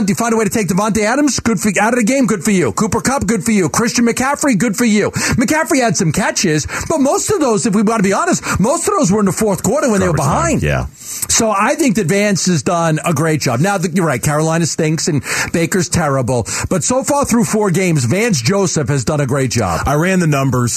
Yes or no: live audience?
no